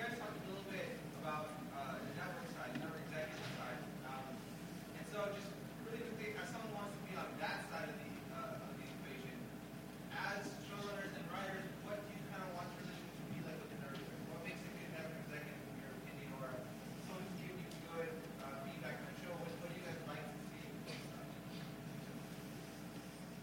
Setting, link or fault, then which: setting, busy venue